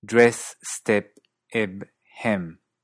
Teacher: en muchos acentos de Australia y Nueva Zelanda, esta vocal se hace algo más cerrada, acercándose más a la vocal de kit · Term: vocal dress